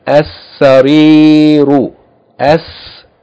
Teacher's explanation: Seen is a sun letter, so it has to be doubled.